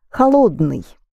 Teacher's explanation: Now it is the second O that is accented.